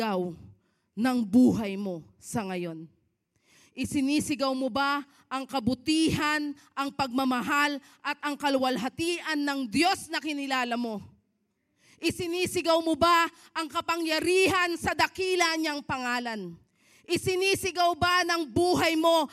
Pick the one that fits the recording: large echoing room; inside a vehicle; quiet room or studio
large echoing room